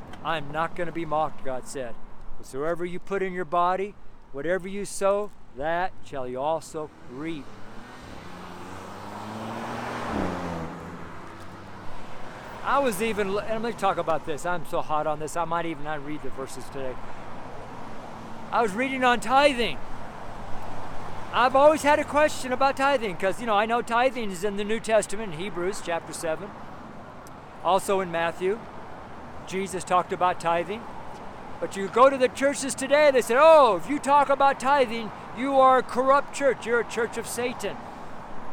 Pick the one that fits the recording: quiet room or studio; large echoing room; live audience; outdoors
outdoors